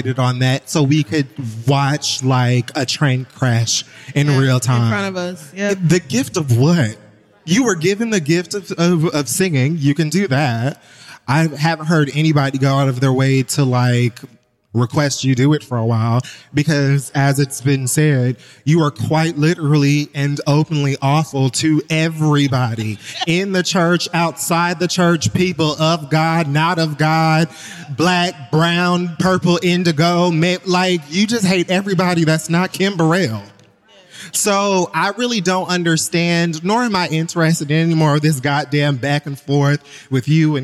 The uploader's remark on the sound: 11th Anniversary Live Show - Live From The Beacon Theater